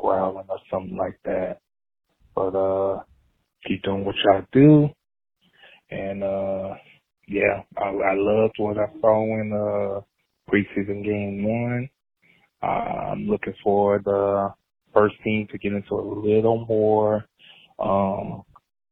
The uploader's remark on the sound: Catching up on voicemails. Then, we head to the listener voicemail line as fans of the WFT called in to give their takes.